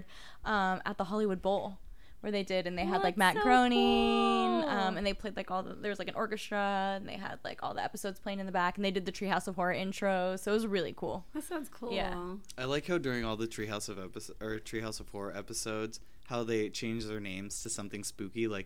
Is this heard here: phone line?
no